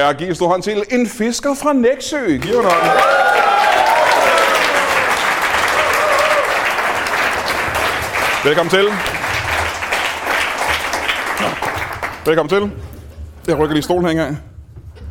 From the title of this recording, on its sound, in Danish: LIVE fra Penyllan Brewery Bornholm